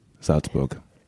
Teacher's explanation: Is a Z sound, and a Z anywhere is a T, a T sound like tsunami